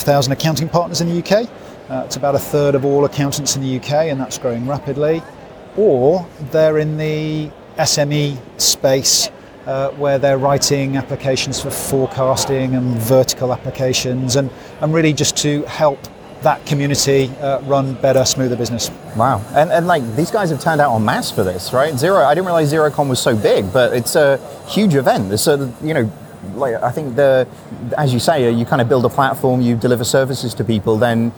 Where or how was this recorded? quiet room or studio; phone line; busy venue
busy venue